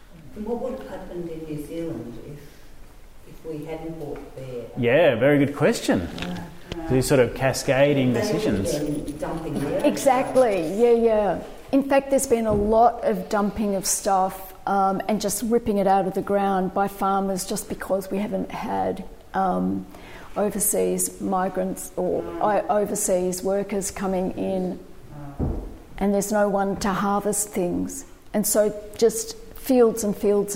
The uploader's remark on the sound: this episode shares audio from a panel discussion that was part of the original exhibition and social experiment